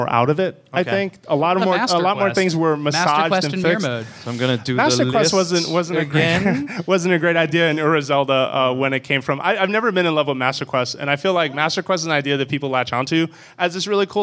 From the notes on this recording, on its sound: IGN opened it's door to the community on February 26, 2015 and hosted a live show for your favorite Nintendo podcast.